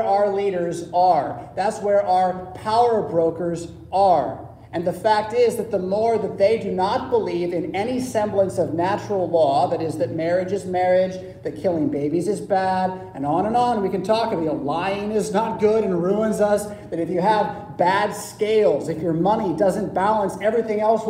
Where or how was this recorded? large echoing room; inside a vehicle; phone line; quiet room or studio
large echoing room